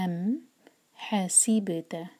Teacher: ام مین پر جھٹکا نہ آئے، ام نہیں کہنا ہے. ام حسیبتا، ح حلق سے سین پر سیٹی جیسی آواز، اور سی سے آواز نہیں آنی چاہیے، سی ہے سی.